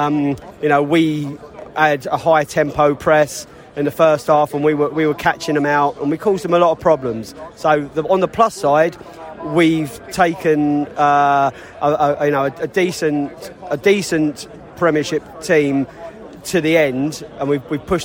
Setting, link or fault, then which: setting, busy venue